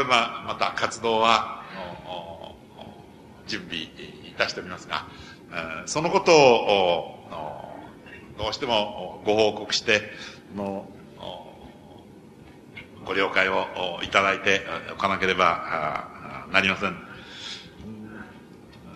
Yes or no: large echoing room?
yes